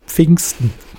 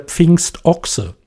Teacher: der Abstand zwischen dem I, schrillen I und dem O ist zu groß